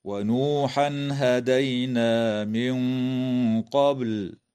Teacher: وتخفى النون الساكنة عند القاف مع الغنة مفخمة في قوله تعالى: من قبل، مع قلقلة الباء في كلمة قبل